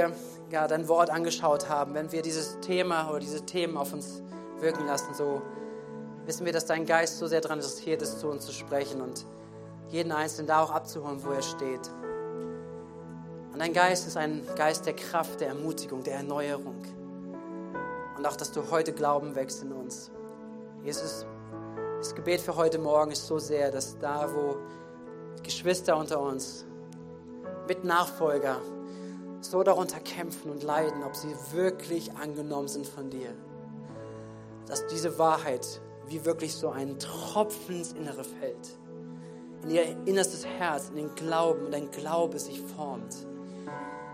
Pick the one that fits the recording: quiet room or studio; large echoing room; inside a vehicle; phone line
large echoing room